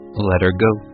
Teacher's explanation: 我们会把这个 let 和 her 连起来，然后呢，这个 h 几乎不发音